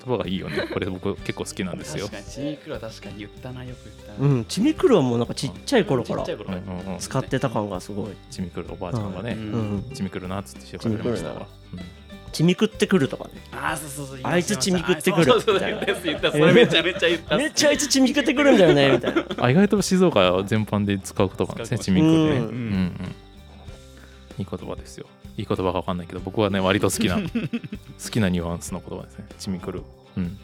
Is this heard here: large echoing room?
no